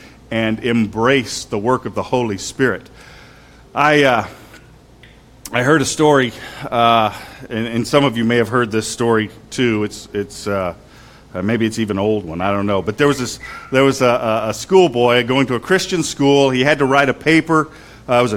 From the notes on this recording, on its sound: Sermon was preached on Pentecost Sunday at Christ Fellowship UMC in San Antonio, TX.